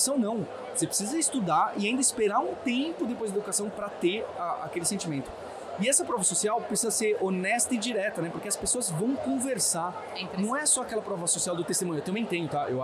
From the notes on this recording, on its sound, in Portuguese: Esse foi o assunto de mais uma edição especial do Mídia Market Podcast no Startup Summit. No Startup Summit 2023.